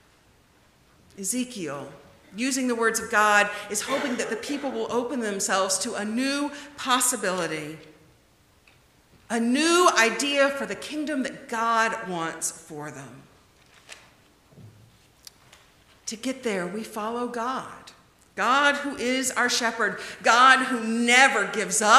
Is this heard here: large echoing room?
yes